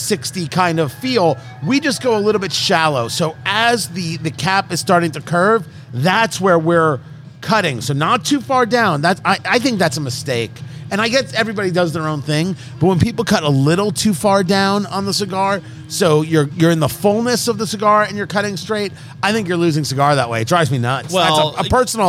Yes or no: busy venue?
yes